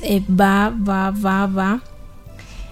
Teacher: la combinación de consonante vocal pero con una articulación relajada. Consiste en los sonidos bilabiales · Term: balbuceo rudimentario